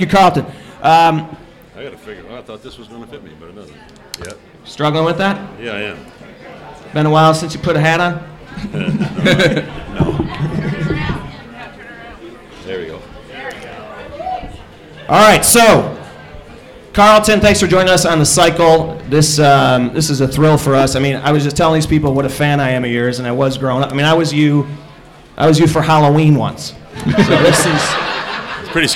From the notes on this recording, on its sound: live at the ChiSox Bar and Grille